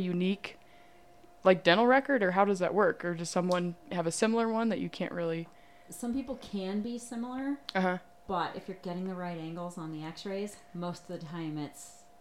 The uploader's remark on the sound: the audio on this one isn't the greatest